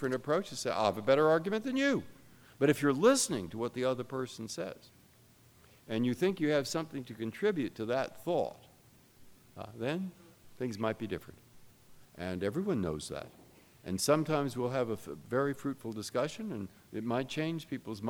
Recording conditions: live audience